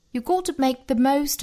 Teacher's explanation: got 和 to 两个 t 碰撞只发一个。 You got to make the most of, most 和 of 连读。